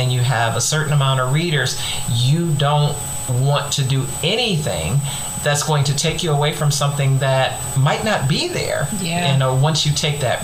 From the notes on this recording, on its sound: I apologize in advance for the shrill noise in the background. We believe it was interference in one of our headsets.